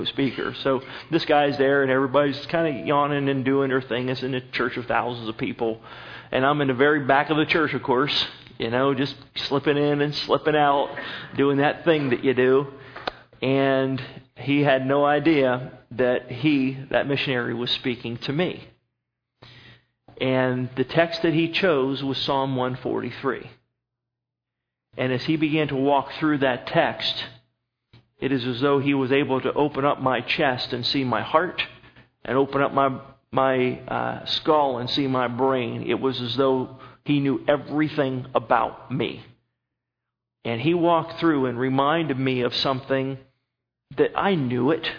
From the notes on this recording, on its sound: At Northside Baptist Church of Elkhart, Indiana.